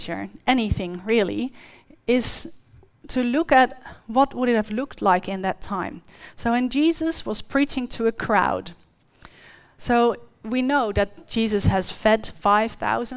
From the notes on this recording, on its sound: The live stream of Destiny Church Atherton.